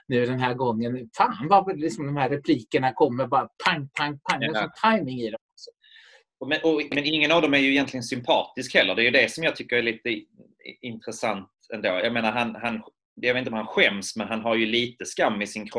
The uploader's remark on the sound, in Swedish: Inspelad 15 november 2020 i Zoom.